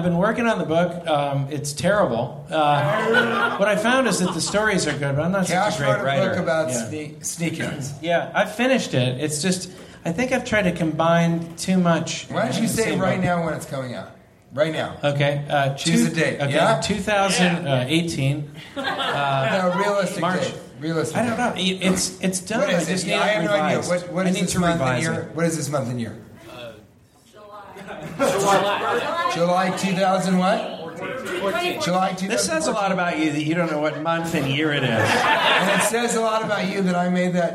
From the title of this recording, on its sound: Live from San Diego!